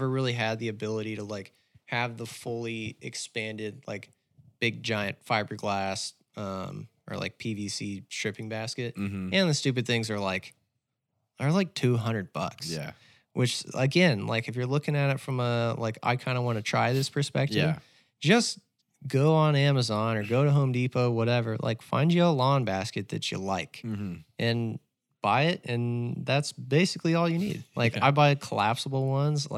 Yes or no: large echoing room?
no